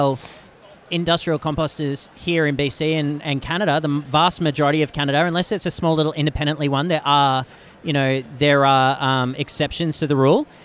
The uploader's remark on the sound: LIVE from the CHFA trade show floor. LIVE from the CHFA podcast booth. I would like to thank the whole CHFA team for the opportunity to participate and for providing such an awesome space to chat.